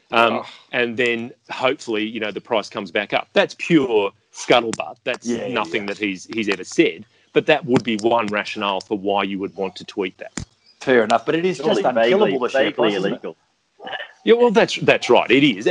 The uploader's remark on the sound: gather in cyberspace